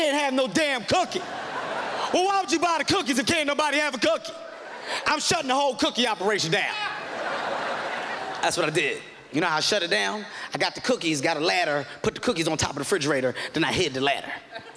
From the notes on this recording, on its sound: This performance was filmed during the Just for Laughs Festival at Montreal, Quebec, in 2007.